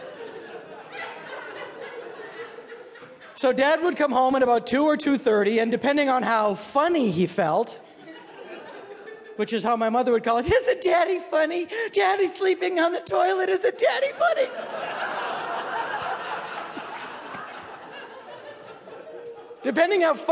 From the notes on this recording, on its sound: This piece was recorded at Un-Cabaret's series "Say the Word", featuring great comedy writers reading their own original first-person nonfiction at the Skirball Cultural Center in Los Angeles.